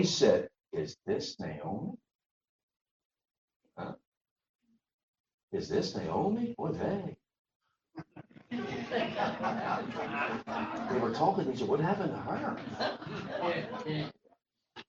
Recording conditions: poor sound quality